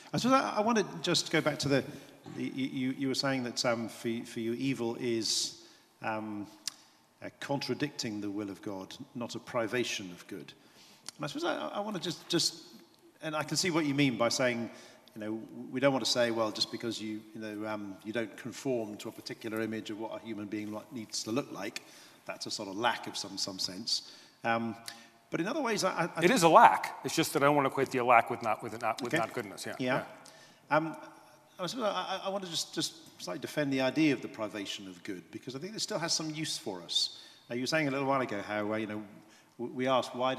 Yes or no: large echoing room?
yes